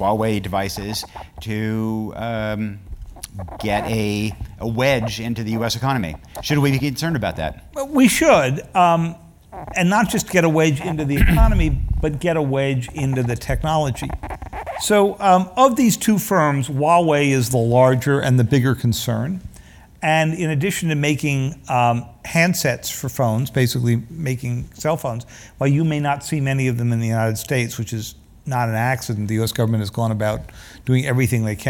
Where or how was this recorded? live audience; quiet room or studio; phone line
live audience